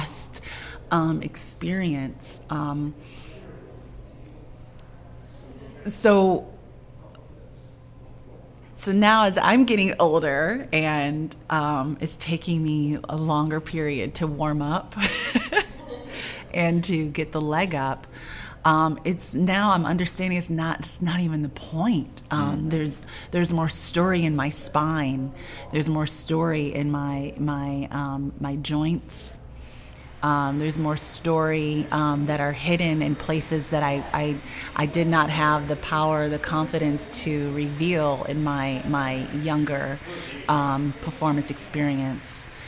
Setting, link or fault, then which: setting, busy venue